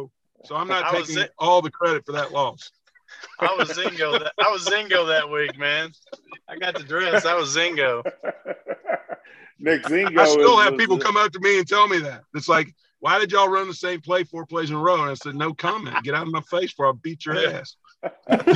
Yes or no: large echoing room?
no